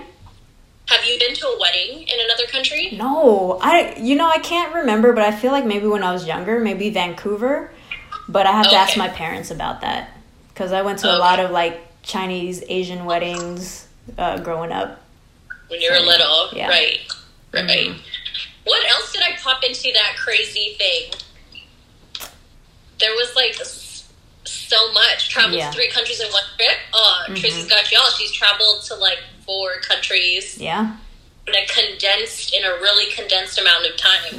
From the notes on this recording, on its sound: we got together via IG Live to record an episode